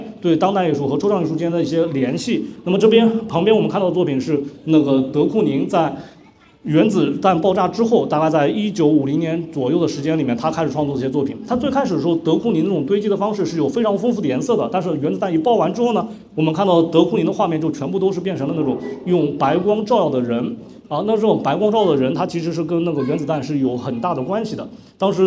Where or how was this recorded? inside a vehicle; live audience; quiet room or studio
live audience